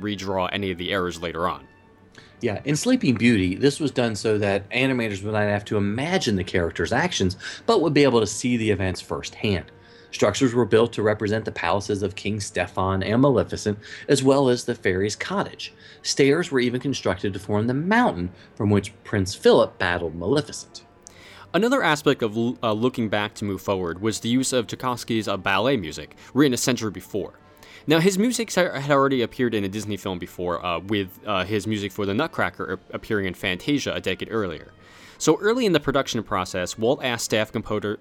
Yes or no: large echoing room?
no